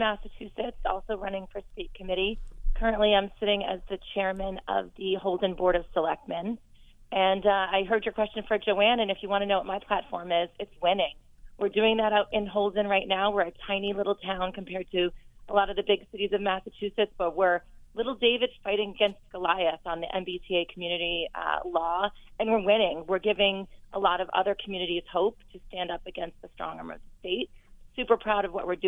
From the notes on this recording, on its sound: A handful of his favorites call in to make their case.